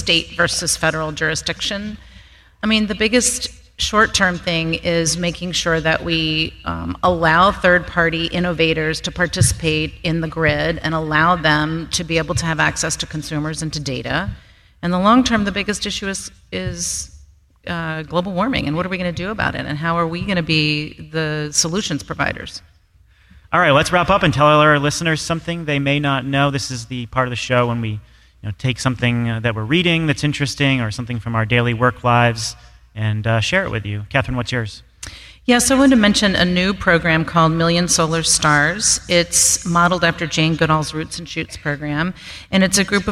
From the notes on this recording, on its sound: we're coming to you live from Grid Edge World Forum